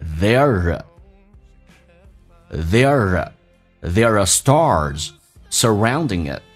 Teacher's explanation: Star 重度卷舌，整个舌身往回卷，嘴巴打开一点